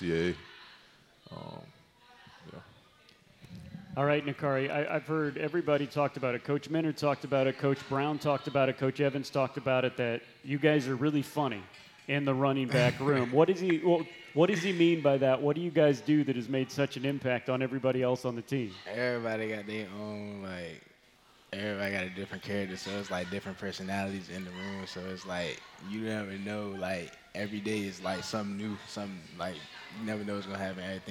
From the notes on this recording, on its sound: Live from the County Seat in Downtown Lillington, it's Camel Call Live.